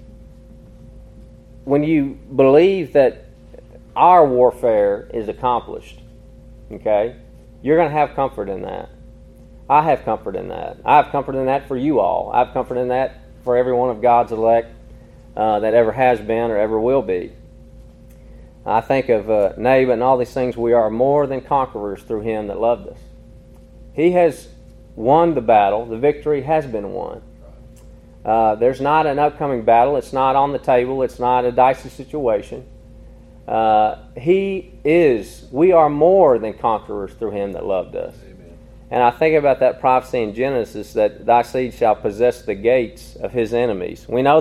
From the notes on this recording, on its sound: Recorded in an afternoon service at Harmony PBC